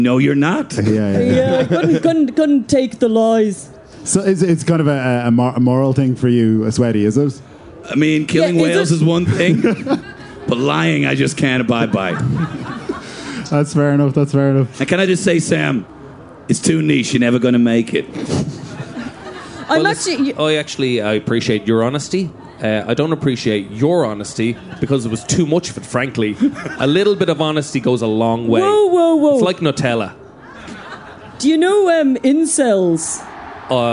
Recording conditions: live audience